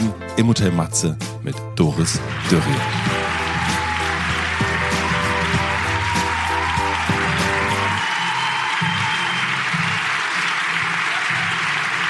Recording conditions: live audience